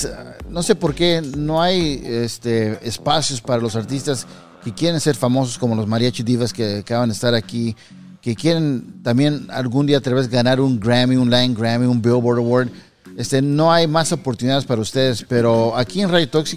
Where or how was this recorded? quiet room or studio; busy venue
busy venue